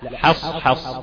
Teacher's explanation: حاء مرققة بعدها صاد مفخمة